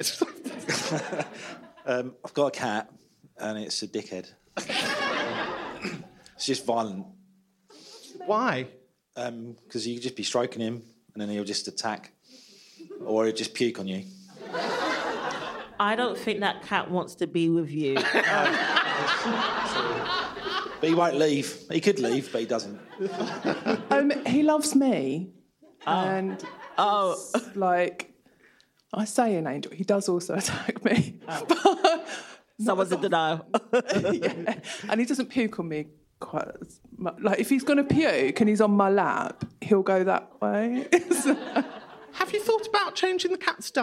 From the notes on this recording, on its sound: Live in London.